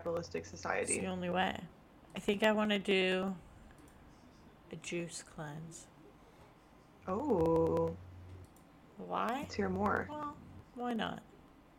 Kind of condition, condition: fault, sounds in the background